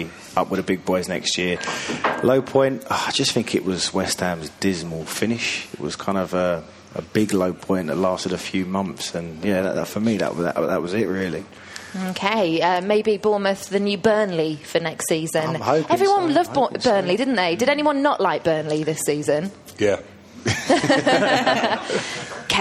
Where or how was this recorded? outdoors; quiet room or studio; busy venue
busy venue